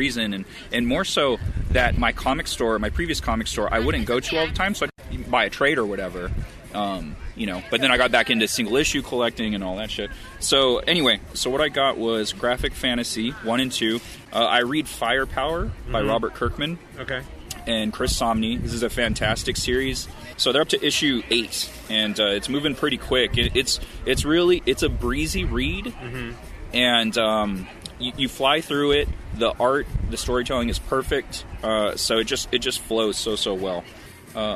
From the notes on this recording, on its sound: We hit up a couple San Diego comic shops, drank a few beers and recorded all along. The episode was recorded in the field, so there are background conversations, wind noise and other elements not usually present.